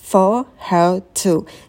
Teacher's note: Неударные слова, мы их как бы сливаем, можно сказать for her to.